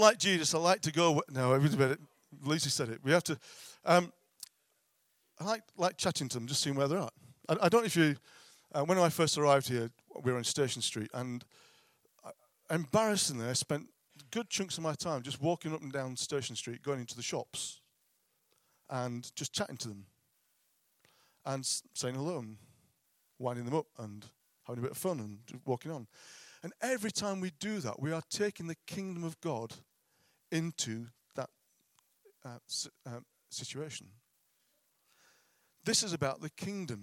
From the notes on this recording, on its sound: at King's Church, Cockermouth.